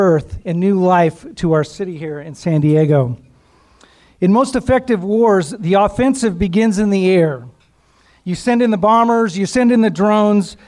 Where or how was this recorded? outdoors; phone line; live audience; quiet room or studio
live audience